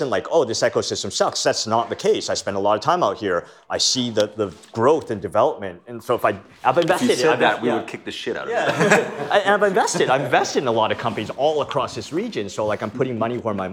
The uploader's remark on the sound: We were lucky enough to record this episode with him during How To Web.